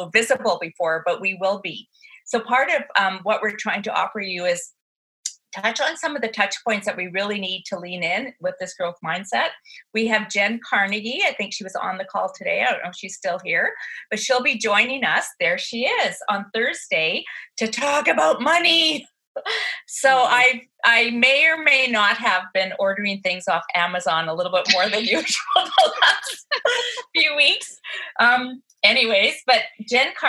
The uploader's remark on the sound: Conversations recorded live via Zoom with the Gather Women community.